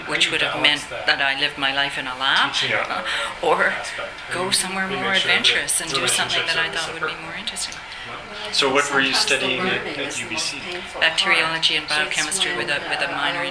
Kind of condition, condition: setting, busy venue